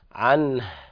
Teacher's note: فنظهر النون إظهارا حلقيا ثم نهمس الهاء عنه، فبعض الناس يقرأ لحنا عن بدون إظهار الهاء، والهاء كذا يعتبر حذفت من المصاحف، وهذا خطأ طبعا يقع في بعض الناس.